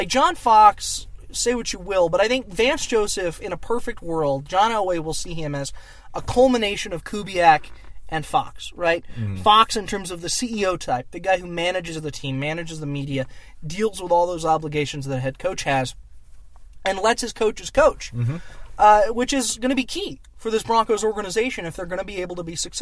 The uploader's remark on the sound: Were there to cover the press conference and report from the parking lot of the UC Health Training Center.